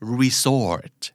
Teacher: เน้นพยางค์ที่สองและเป็น Sแบบตัว Zนะครับ